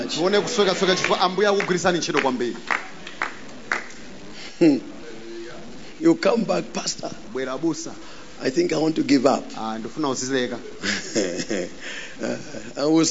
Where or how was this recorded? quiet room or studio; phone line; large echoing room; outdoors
large echoing room